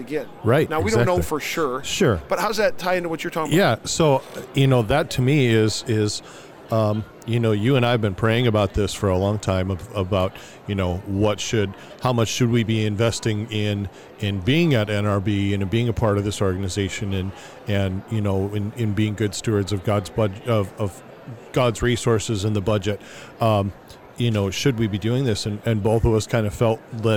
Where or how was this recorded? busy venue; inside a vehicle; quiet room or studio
busy venue